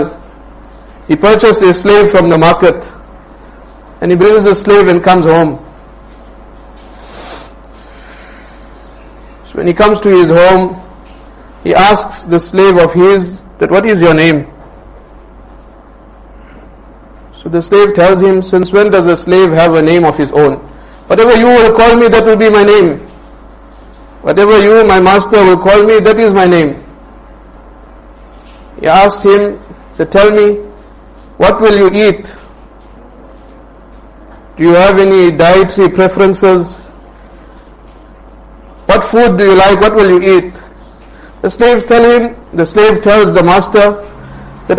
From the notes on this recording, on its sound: Jumuah lecture at Rockford Musalla